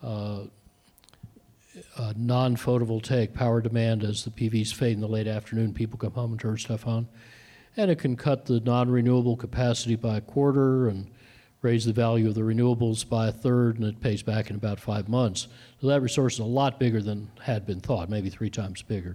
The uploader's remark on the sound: This podcast was recorded in front of a packed house at Coventure, a co-working space in downtown Carbondale Colorado.